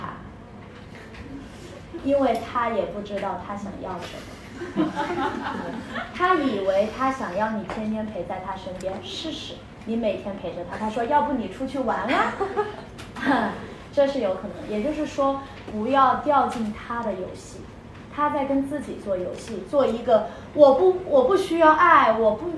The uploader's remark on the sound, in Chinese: 来自上周末在长沙线下分享会的录音